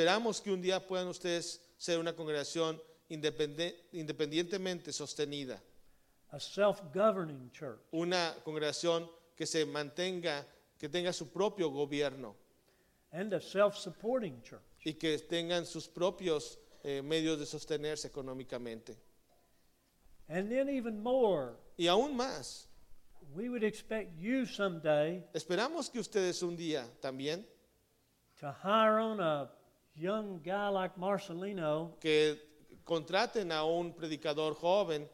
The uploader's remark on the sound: Combined Service w/ Hispanic Church.